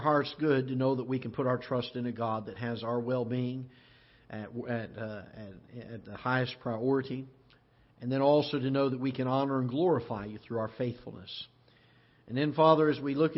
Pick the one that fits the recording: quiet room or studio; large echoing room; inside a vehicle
large echoing room